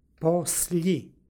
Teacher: Kod svih oblika koji se obrazuju od prezentske osnove dolazi do umekšavanja krajnjeg suglasnika osnove i lj izgovora. Stoga je i ovde poslji.